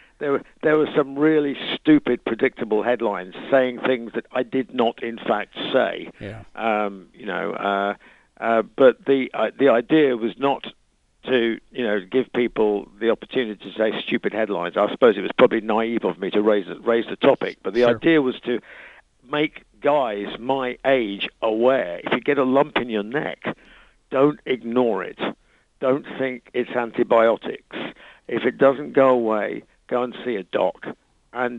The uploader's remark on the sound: lead singer called